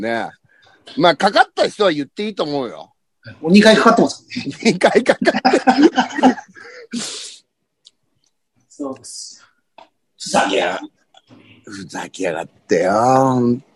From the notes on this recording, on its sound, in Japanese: ZOOMで収録